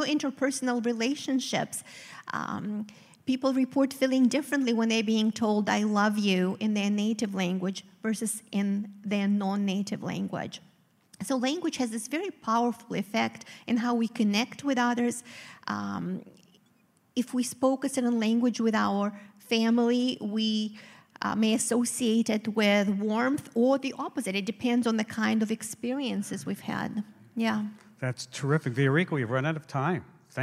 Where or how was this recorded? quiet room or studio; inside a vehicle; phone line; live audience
live audience